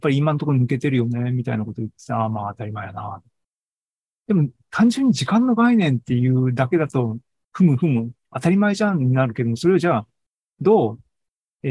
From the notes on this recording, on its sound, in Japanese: シーズン４４は２０２３年８月２６日に開催した ZOOMライブの模様です。